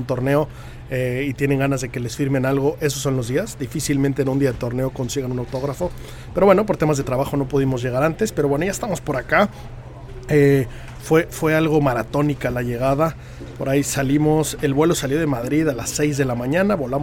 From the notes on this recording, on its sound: Live From The Open 151. Como inicia la cobertura del Open 151 desde Royal Liverpool.